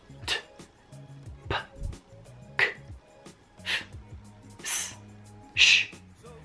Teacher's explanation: Dall'altra parte ci sono suoni voiceless, ovvero quando dici questi suoni non c'è vibrazione nella gola